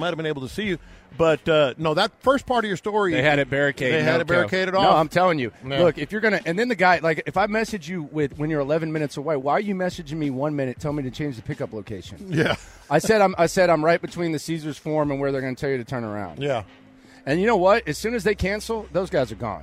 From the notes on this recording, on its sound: Live from Radio Row